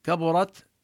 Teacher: كبرت نبين التاء وحكمها الهمس